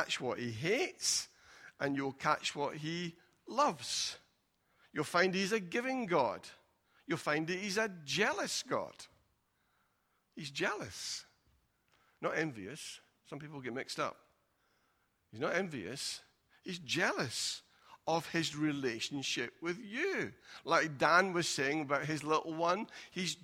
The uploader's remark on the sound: Recorded at freedomcentre church, Preston on Sunday 1st March 2020